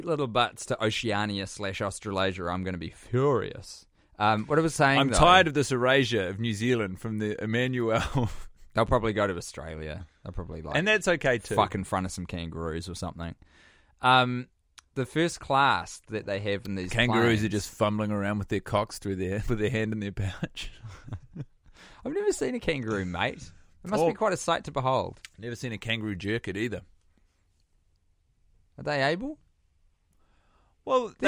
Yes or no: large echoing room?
no